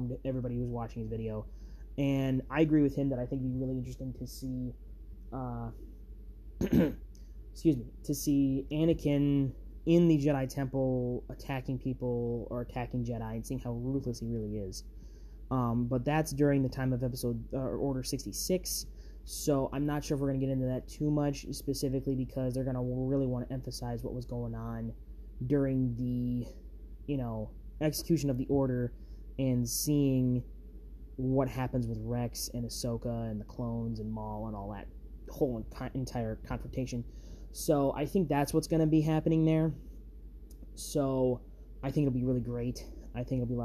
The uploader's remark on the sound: the background noises of this episode